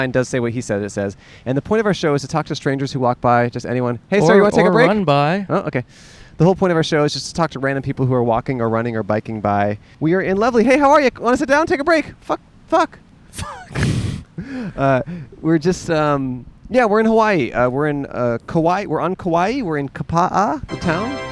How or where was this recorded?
outdoors